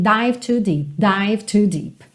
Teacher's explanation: Aqui, dived to, você acaba juntando o D